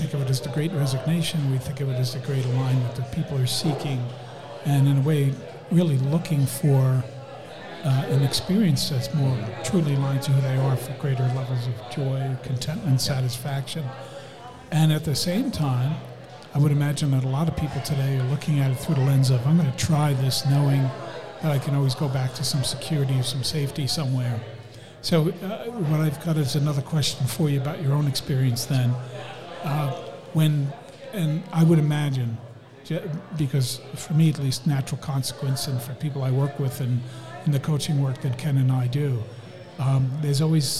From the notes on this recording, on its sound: Go live in the Student Center at Regis University with a special guest.